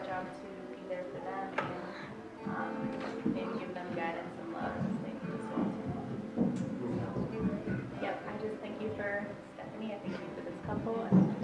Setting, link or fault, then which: setting, large echoing room